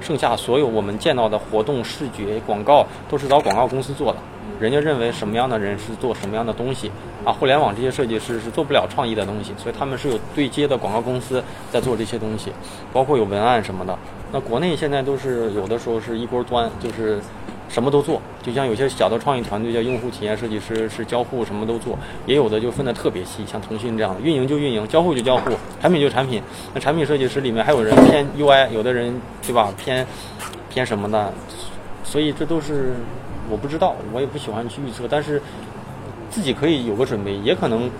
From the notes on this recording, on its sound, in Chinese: 容忍我因为场地环境录制的环境噪声。